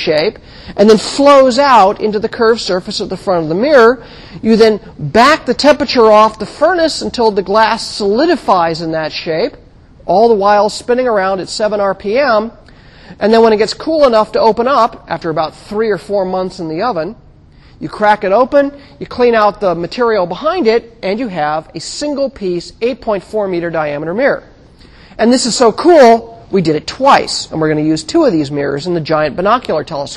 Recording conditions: large echoing room